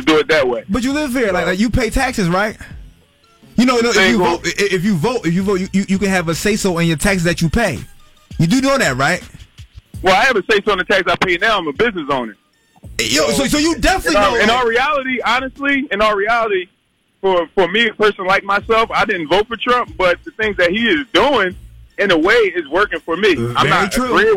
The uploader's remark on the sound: a friend who called